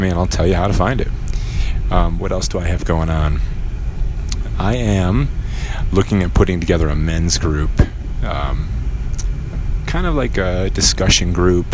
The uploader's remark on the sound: While I drive around town